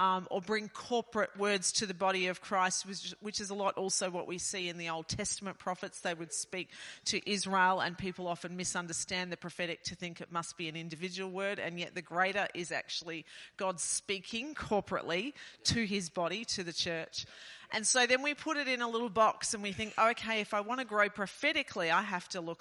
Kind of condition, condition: setting, large echoing room